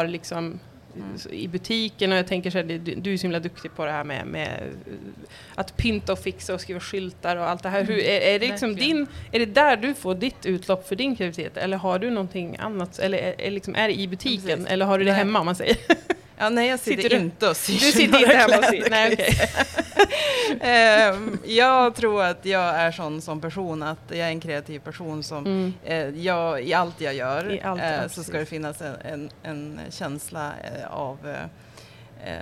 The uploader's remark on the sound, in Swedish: Live från Sustainable Fashion Street